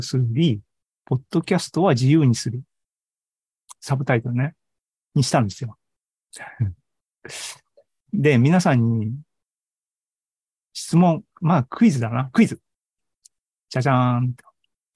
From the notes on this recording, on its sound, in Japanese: ２０２３年３月２９日に開催した ZOOMライブの模様です